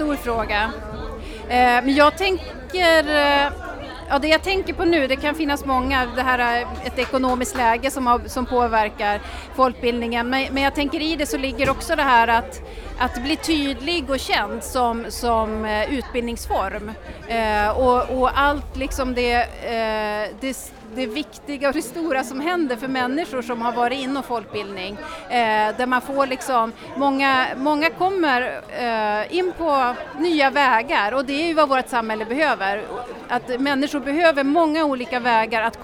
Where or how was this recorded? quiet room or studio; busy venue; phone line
busy venue